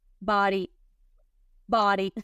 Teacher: Y, entonces cuenta la Y como vocal. Entonces, como la D está en el medio de la O y la I, se suaviza. Y en lugar de decir body, se suaviza y suena como una R · Term: La D se suaviza